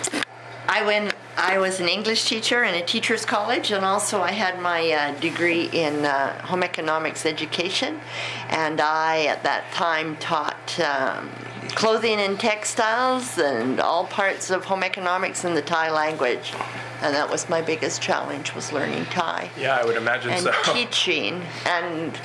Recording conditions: busy venue